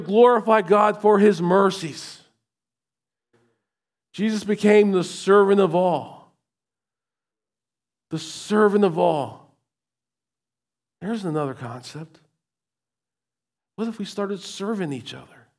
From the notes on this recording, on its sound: recorded at Shenandoah Valley Baptist Church on Oct 15, 2023